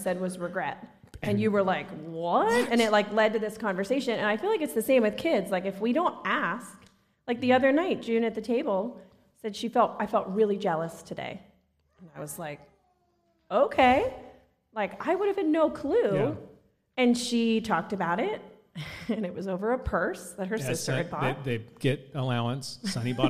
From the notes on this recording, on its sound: Recorded Live on December 22, 2022. Enjoy the first ever live podcast recording from our event on December 22, 2022!